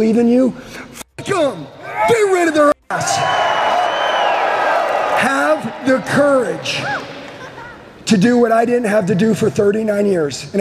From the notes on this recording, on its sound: LIVE at the Limitless Conference in Salt Lake City. Delivers a powerful message to a live audience of thousands of entrepreneurs and business people.